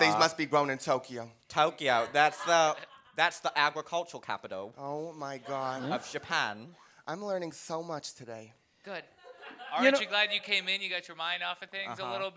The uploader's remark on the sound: IT'S OUR FIRST LIVE EPISODE!!! At our favorite restaurant.